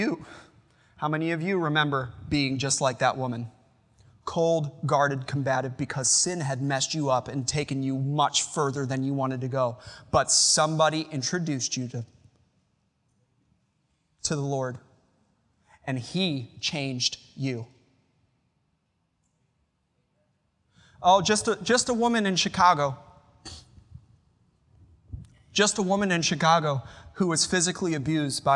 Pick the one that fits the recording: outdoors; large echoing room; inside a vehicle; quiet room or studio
large echoing room